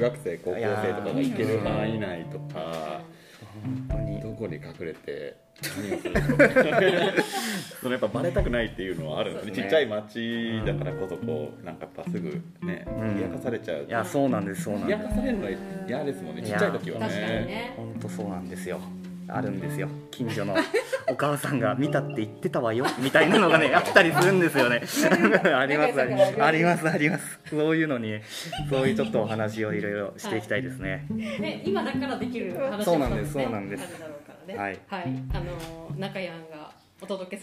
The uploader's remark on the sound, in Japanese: 初めては公開収録！公開収録スタイルで、4名のパーソナリティの自己紹介と企画発表をしました。